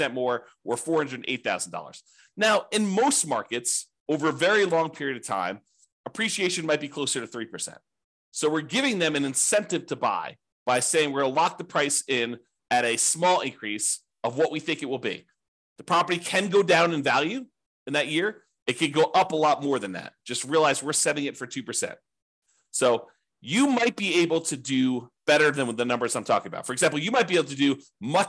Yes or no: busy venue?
no